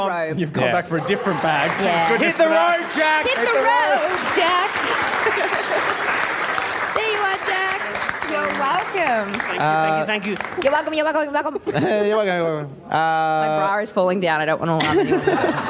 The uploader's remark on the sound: It was the live event of the year. The Producer's Podcast LIVE from Bell's Hotel in South Melbourne.